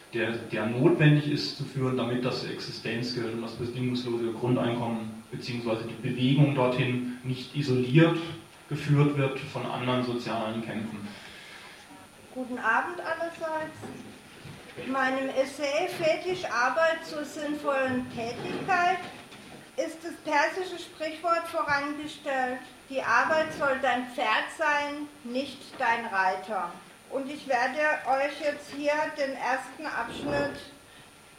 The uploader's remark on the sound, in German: Livemitschnitt einer Lesung /Buchvorstellung im JosFritz Café Freiburg am 12.